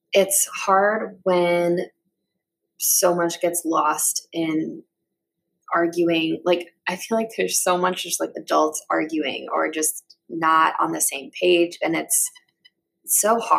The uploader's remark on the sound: My mic did have some feedback issues. I tried to edit them all out.